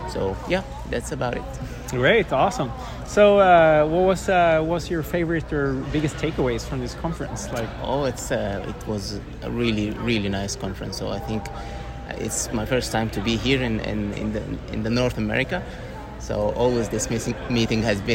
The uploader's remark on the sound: Recorded during Day 1 of Islet Study Group 2023. University of Helsinki.